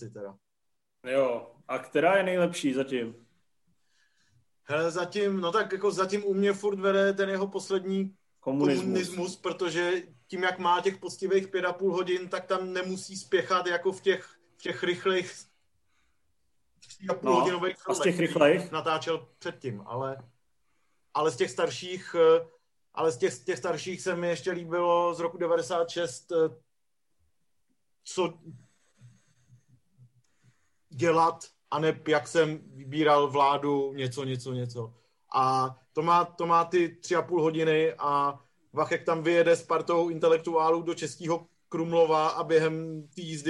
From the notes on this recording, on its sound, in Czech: díle opět zoomujeme, tak uvidíme, jak dlouho nám to v roce 2021 vydrží.